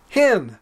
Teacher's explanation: The difference is that the number 1 has a rough breathing and then is therefore pronounced hen